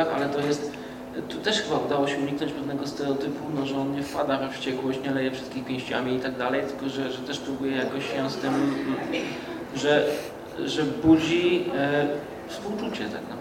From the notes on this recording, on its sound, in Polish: Czwarty odcinek podcastu został nagrany 7 października w kinie Światowid, podczas pokazu specjalnego filmu "Nina".